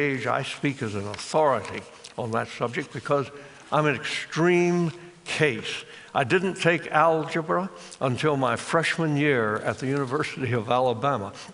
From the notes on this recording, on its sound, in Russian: Записано на TEDMED